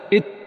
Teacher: وخلف طرف اللسان ومقدم الحنك الأعلى في التاء